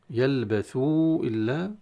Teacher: يلبثوا إلا مد منفصل جائز، الواو بعدها همزة في كلمة ثانية